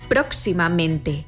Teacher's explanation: Así lo vemos en próximamente, donde se pronuncian con más fuerza las sílabas pro y men